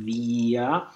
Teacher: E is more important than A. And so we have to sing via and don't have an accent on A, little diminuendo.